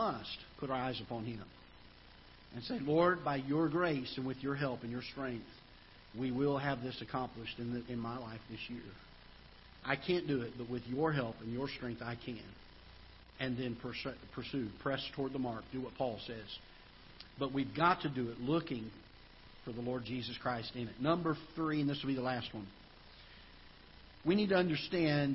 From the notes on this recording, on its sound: Ketha Heights Baptist Church ~ Live Broadcast.